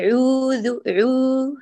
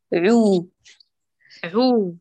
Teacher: الضمة مشوبة بكسرة، هاتيها ضمة خالصة